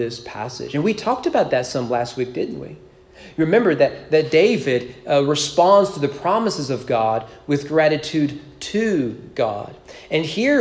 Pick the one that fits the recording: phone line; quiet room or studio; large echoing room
large echoing room